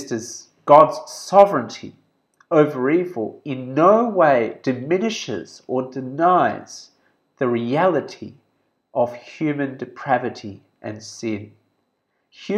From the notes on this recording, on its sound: This sermon was preached at Subang Jaya Gospel Centre on 7th February 2021.